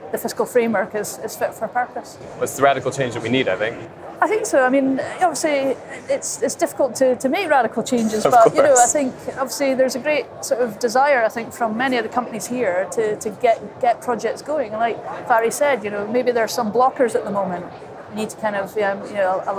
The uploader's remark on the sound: On the second day of the Offshore Europe Conference